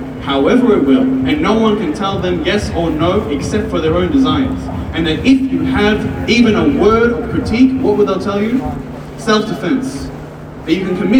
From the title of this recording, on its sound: Audio of my speech at the Palestine rally